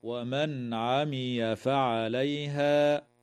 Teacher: تظهر النون الساكنة عند العين